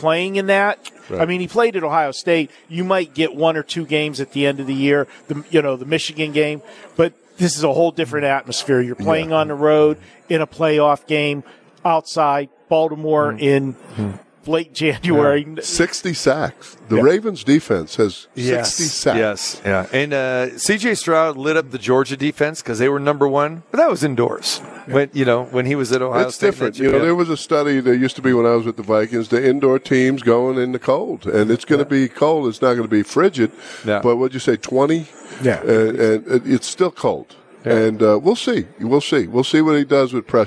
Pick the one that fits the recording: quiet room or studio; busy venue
busy venue